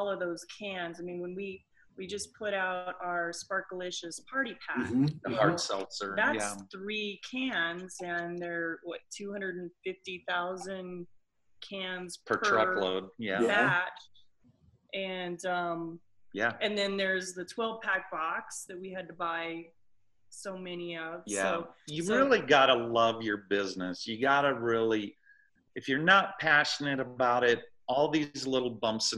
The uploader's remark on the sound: jumped on Zoom to talk with us